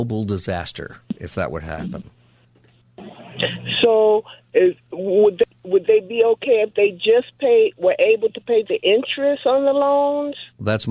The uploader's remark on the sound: Open Phone Friday Continues! Continues to take your calls for Open Phone Friday!